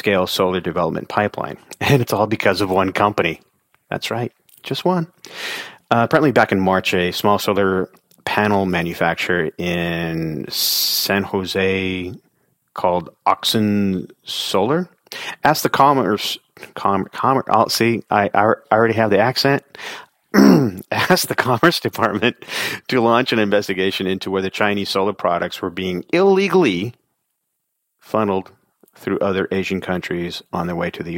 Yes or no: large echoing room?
no